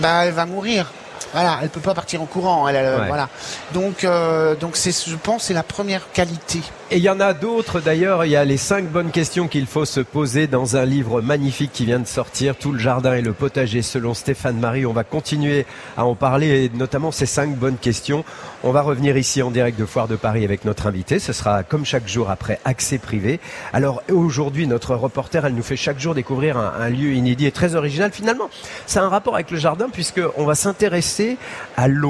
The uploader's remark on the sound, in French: en direct de la Foire de Paris